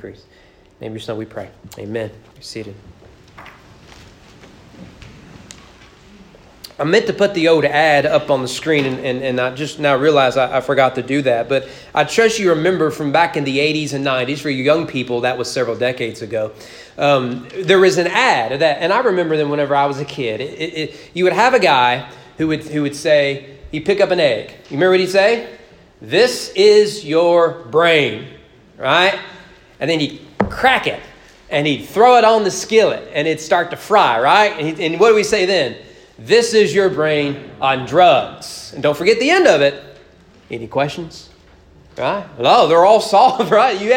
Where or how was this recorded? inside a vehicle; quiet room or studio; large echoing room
large echoing room